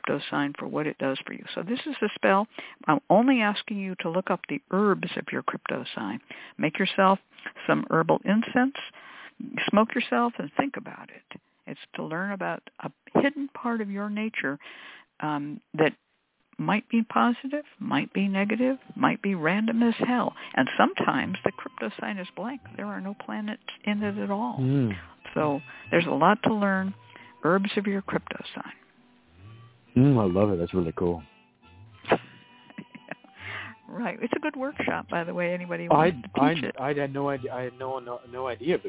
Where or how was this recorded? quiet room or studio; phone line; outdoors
phone line